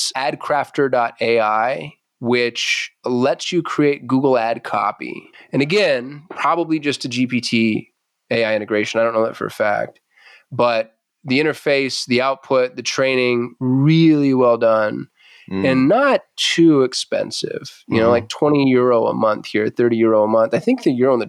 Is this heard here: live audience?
no